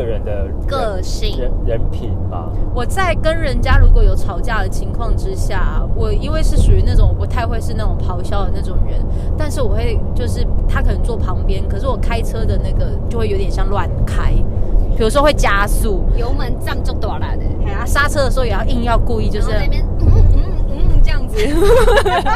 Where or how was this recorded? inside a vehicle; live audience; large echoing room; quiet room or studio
inside a vehicle